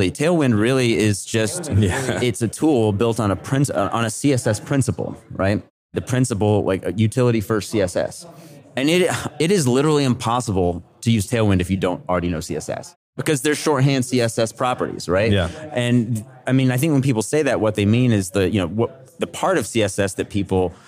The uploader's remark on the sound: at the RenderATL conference